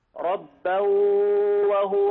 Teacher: ائتي بواو من الشفتين وهن من الخيشوم في وقت واحد · Term: إدغام بغنة